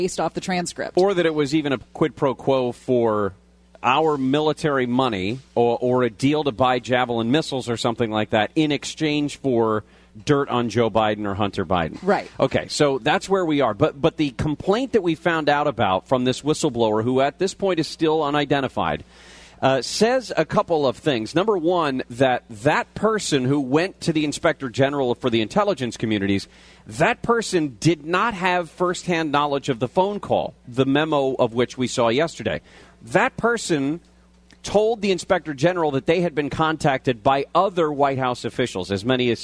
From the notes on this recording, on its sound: LIVE From BJ's In Orange. Live at BJ's Restaurant and Brewhouse in Orange.